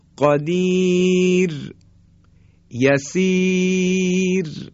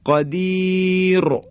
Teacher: و اما زمانی که راء ساکن قبلش یاء مدی، یاء صدای کشیده یا قرار میگیره، مانند قدیر، یسیر، راء ساکن قبلش یاء مدی اومده، صدای کشیده اومده، پس بنابراین باز هم ترقیق میشه · Shown in: first take